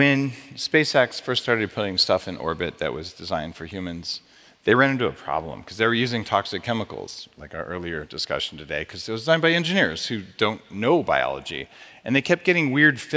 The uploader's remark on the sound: LIVE from the 9th annual Biohacking Conference in Orlando Florida.